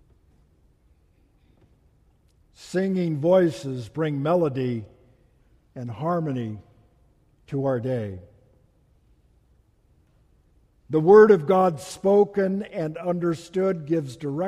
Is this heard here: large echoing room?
yes